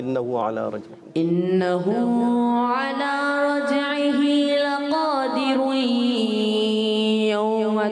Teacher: جب ہم اس کو ملا کر پڑھیں گے تو ہو جائے گا لقادرون یوم، ادغام کا قاعدہ، یعنی غنہ بھی کریں گے